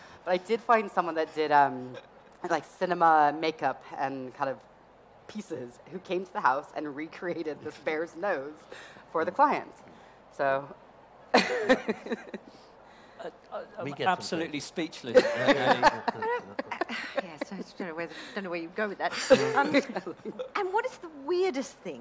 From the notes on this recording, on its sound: This episode was recorded in front of a live audience as part of the Decorex Talks programme.